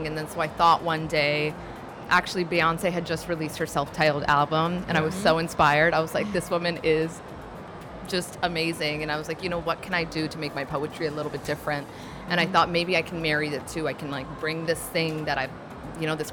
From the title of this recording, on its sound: Live from SIBF 2022